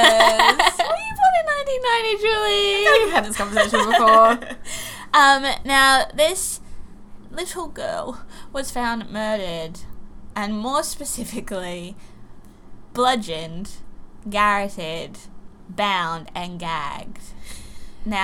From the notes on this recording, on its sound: We're sorry for the fan noise.. It's Summer and we'll die without it.